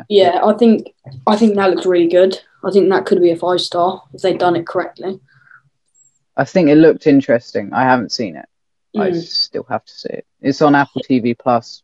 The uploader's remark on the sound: This episode was recorded over zoom, so the audio might not be great.